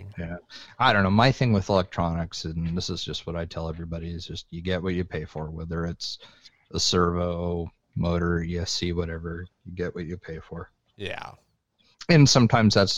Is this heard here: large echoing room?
no